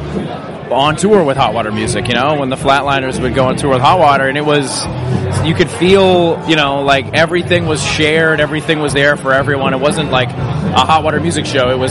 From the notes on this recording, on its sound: We’re back with another episode recorded at Slam Dunk 2022. Festival slots can be tricky as these conversations are often very restricted by time and guests are being ushered around a heaving press tent with music from at least 2 stages competing against each other as well as our voices.